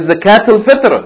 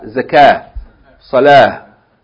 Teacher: You pronounce Ta. But if you say Zakah, by itself it's not Ta. It's Ha · Shown in: second take